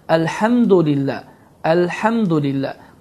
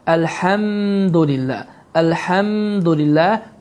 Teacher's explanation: Burada mim hərfini uzatmaq, iki hərəkə miqdarında uzatmaq düzgün sayılmır · Shown in: first take · Term: izhar şəfəvi